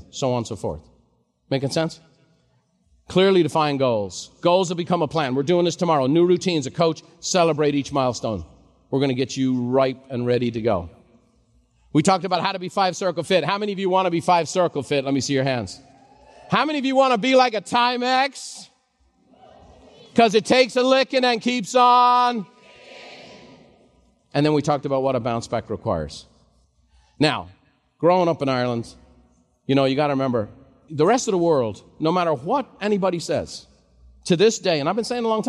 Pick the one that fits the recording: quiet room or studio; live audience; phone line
live audience